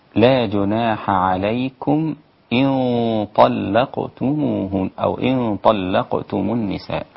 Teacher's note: دي ميم سكنة وبعدها الألف إظهار شفوي، عايزك تظهر كسرة الهمزة